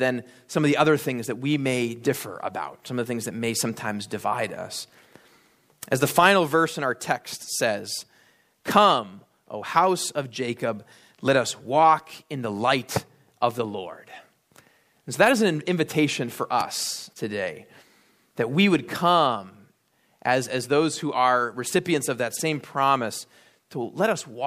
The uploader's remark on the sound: at Immanuel Lutheran Church in Pasadena, CA